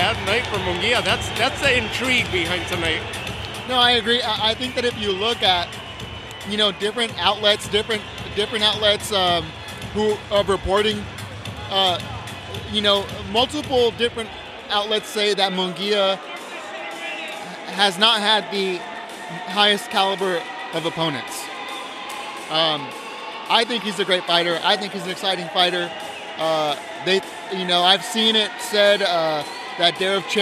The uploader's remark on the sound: Live from the Footprint Center in Phoenix, Arizona.